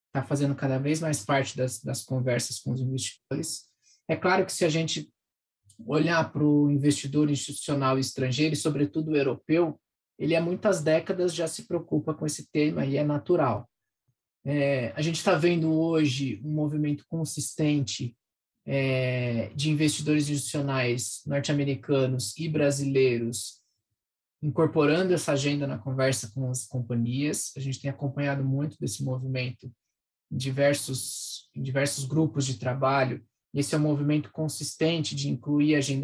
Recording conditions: video call